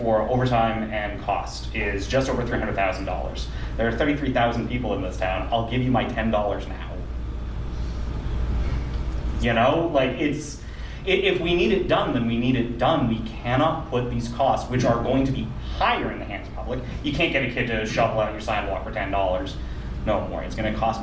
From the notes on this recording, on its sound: Audio recording of the Economic Development Subcommittee (EDC) held on Wednesday, September 6 , 2023 in the Council Chambers. This session of the radio show shares the audio recording of the Economic Development Subcommittee (EDC) held on Wednesday, September 6 , 2023 in the Council Chambers.